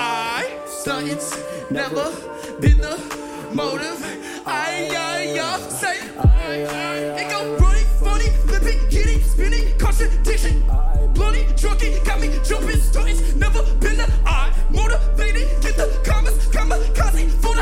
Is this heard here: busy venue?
yes